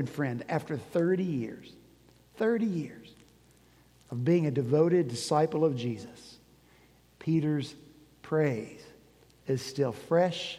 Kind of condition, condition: setting, large echoing room